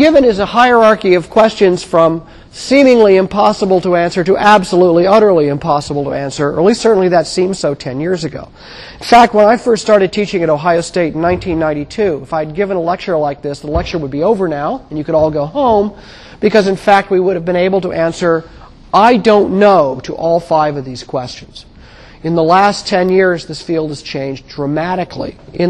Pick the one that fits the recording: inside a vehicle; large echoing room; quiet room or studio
large echoing room